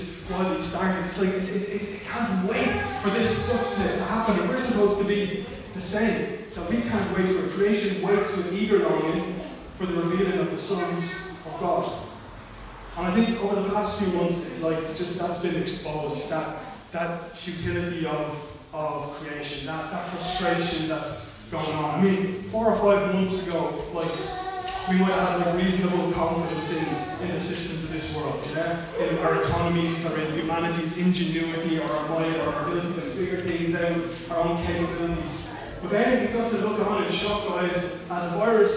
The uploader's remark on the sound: Recorded live at Liberty Church on 5th July 2020